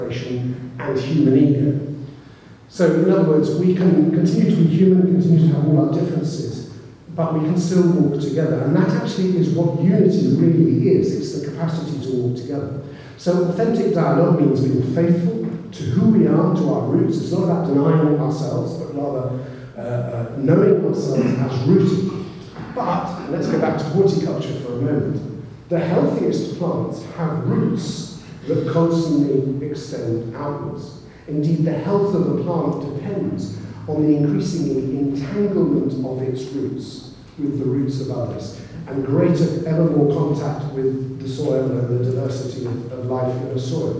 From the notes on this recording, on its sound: keynote speaker at the launch of the Belfast Jesuit Spirituality Centre